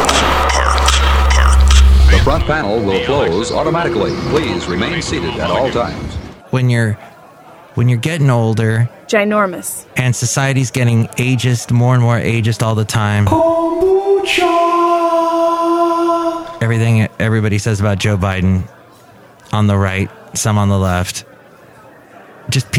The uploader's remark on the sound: podcasts live from Café Anyway